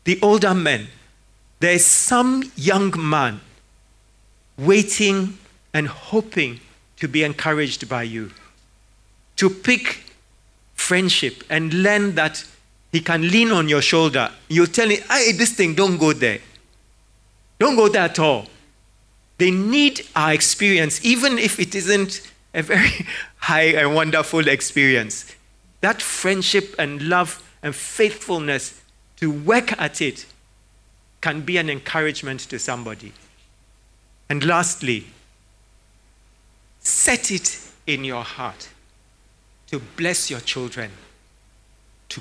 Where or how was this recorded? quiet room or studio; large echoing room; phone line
large echoing room